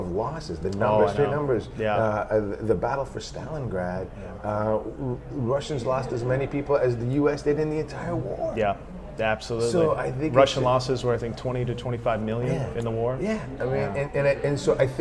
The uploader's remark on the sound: Interview recorded at GDC 17.